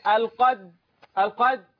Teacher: انا اول ما اشوف الدال الساكنة هقلقلها. · Term: حروف القلقلة